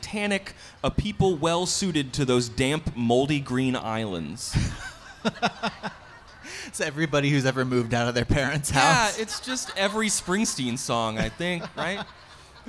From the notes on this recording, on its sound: This week's episode is a recording of our live episode from the New England Library Association in Rhode Island in October.